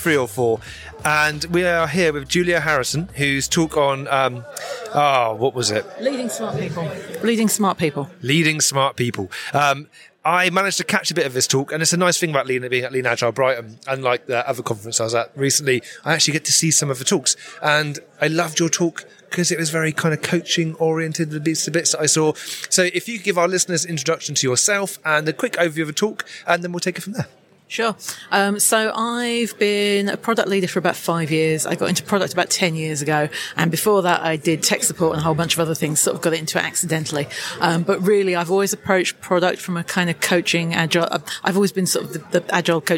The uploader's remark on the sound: We find ourselves at Lean Agile Brighton 2023